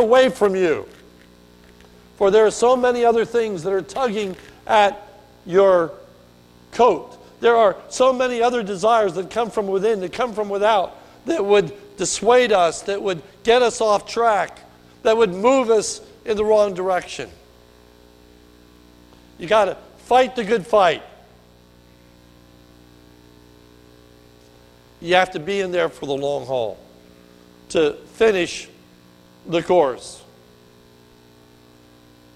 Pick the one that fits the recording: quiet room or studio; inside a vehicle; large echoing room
large echoing room